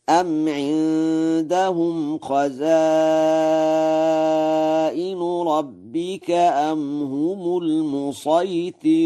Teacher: قرأ ورش: المسيطرون بالصاد الخالصة، ولا يخفى ترقيق الراء في المسيطرون